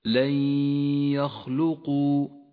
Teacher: لونت النون بالرمادي لأنها لا تلفظ، وأما الياء فقد لونت بالأخضر لأنها تغن بمقدار حركتين · Term: الإدغام بغنة